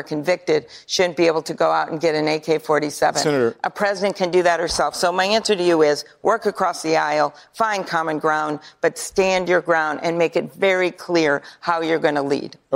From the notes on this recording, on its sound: Answers questions from voters in New Hampshire during a live town hall.